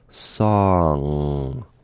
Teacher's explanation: Now, when you shift from an ah sound, like in a word like song, from the ah to the ng, the air, the sound, and the vibrations should move from your mouth to your nose · Hopefully you can feel at least the feeling of the action of the back of the tongue rising to meet the dropped soft palate